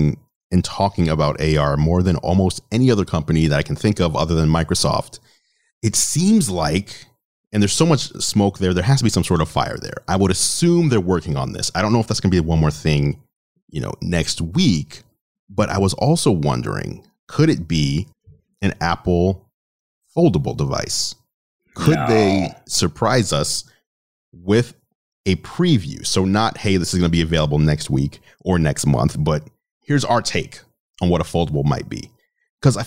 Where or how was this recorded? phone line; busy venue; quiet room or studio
quiet room or studio